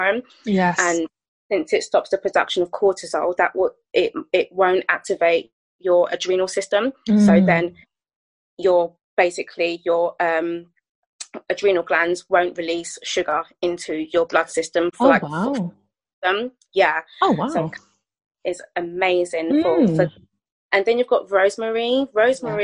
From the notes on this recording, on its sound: The interview was recorded via zoom, so please excuse any slight issues with the sound quality.